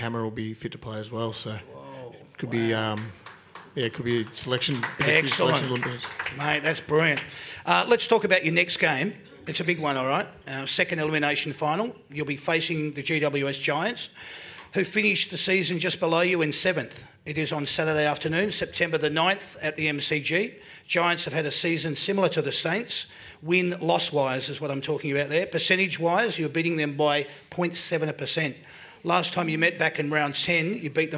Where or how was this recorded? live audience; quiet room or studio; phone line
live audience